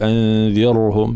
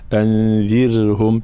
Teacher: نعطي الآن بعض الملاحظات الموجودة في تلاوة هاته الآيات في قوله تعالى وأنذرهم يوم الحسرة، الانتباه إلى التفخيم والترقيق. كلمة أنذرهم را ساكنة مسبوقة بكسر، فإننا نرقيقها · Shown in: second take · فلا نقول أنذرهم، لا أنذرهم هكذا.